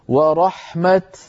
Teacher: هكذا نقف اضطرارا أو اختبارا بالتاء المبسوطة